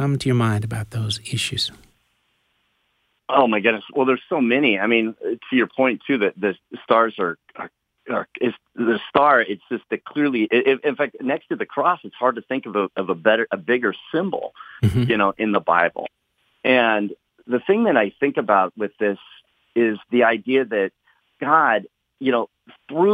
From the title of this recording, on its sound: Today's Phone Guest